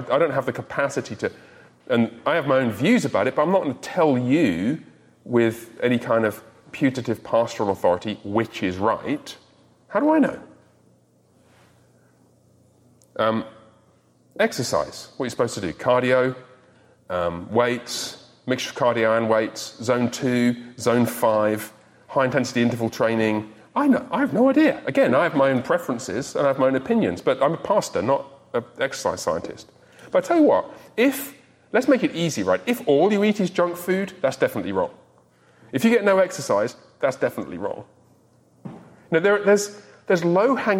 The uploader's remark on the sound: In this recording of the recent Men’s Discipleship Breakfast